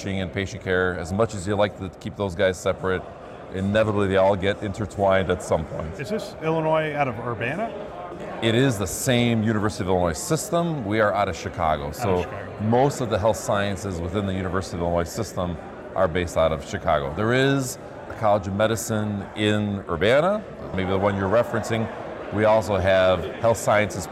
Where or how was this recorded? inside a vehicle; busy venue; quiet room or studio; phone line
busy venue